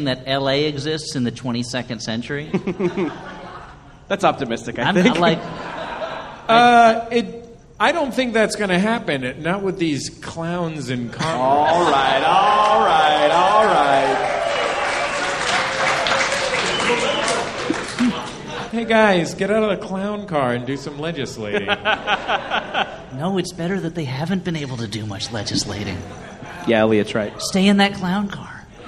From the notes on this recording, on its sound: Live from Angel City Brewery. Live on stage from the Angel City Brewery in Los Angeles.